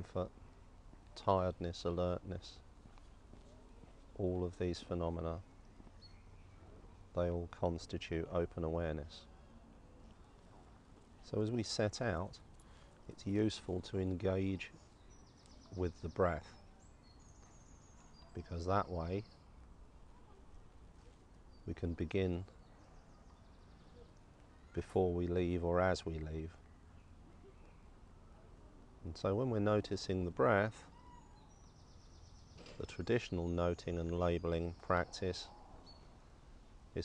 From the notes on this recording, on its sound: This session was recorded in a park (courtesy of coronavirus lockdown stage 4). This is a recording of a live-streamed class from The Loving Awareness Meditation Course.